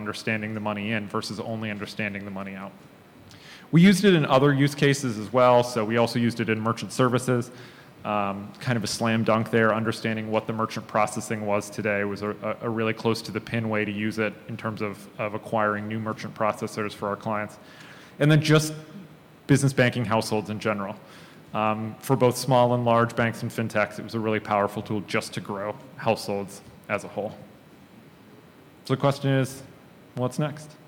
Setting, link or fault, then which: setting, live audience